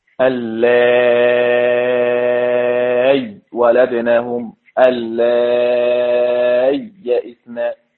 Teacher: قرأ بإبدال الهمزة ياء ساكنة مع الإشباع